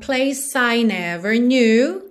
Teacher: Place para I você junta porque o E final de place não é pronunciado